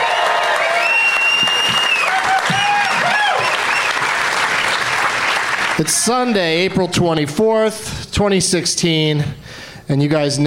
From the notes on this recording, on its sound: Live from the Helium Comedy Club in Portland, OR